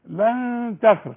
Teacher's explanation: النون اللي بعدها تاء من حروف الإخفاء. عاوزين إخفاء بغنة.